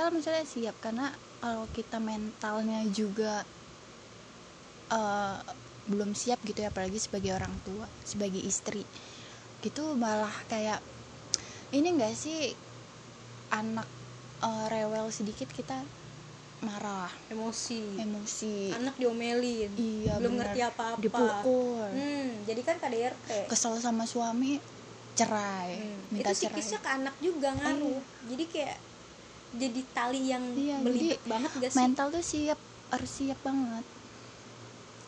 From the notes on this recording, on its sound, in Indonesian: Kalo denger suara noise itu kipas angin guys kita ga bikin podcast ditengah badai kok.